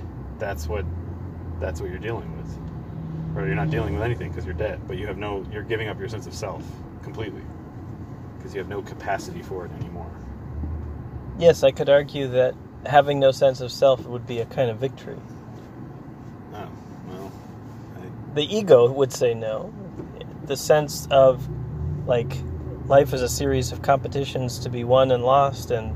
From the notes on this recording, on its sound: Driving south toward San Diego, trying not to lose our minds.